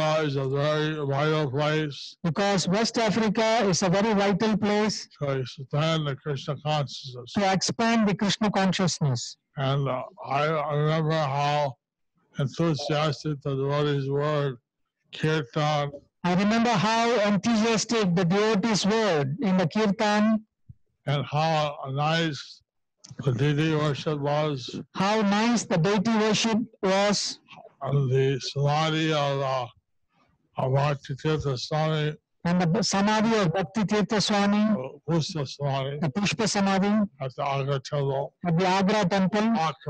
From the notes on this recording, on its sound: Zoom Session With Ghana Devotees